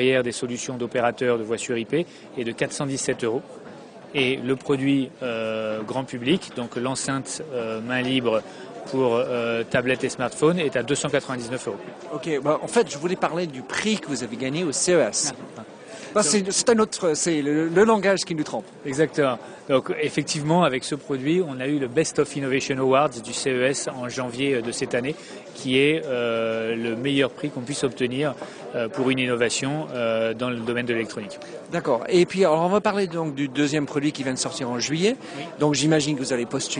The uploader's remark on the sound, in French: À l'Universite d'Eté du MEDEF 2012 et ai pris l'opportunité d'enregistrer cet entretien sur son stand.